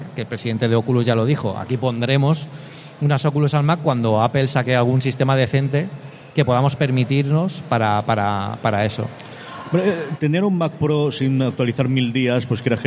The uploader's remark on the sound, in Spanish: Grabado en Directo en la 3ª Edición de VGComic, el Salón del Cómic y Videojuegos de Alicante.